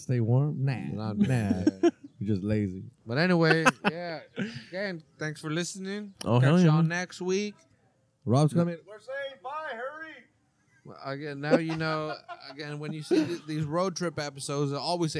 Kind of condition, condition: setting, busy venue